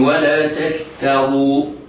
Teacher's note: التاء مرققة والشين مرققة والتاء الثانية التي قبل الراء مرققة والراء نظرا لأنها مضمومة مفخمة